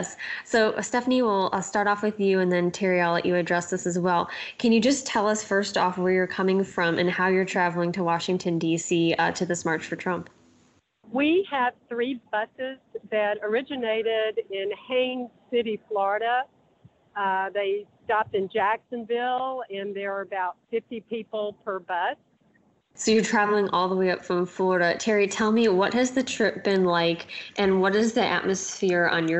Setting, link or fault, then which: setting, inside a vehicle